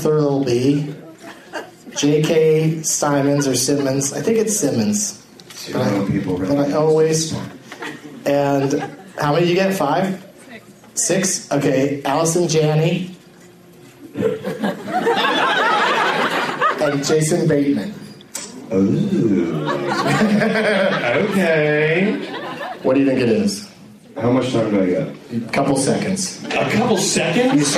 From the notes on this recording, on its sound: against audience members at the Punch Line in Sacramento